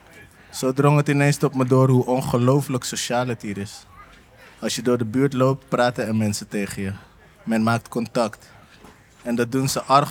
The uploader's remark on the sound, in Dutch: De tweede aflevering is live opgenomen tijdens een door SLAA georganiseerd buurtdiner in de Bijlmermeer. Tijdens het eten maken buurtbewoners en andere nieuwsgierigen kennis met elkaar en luisteren ze naar een verhaal uit hun buurt.